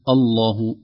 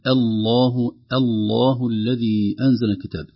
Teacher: لا نقول الله نقول الله الله الذي أنزل الكتاب، أي نرقق الهمزة ونغلظ اللام من لفظ الجلالة · Shown in: second take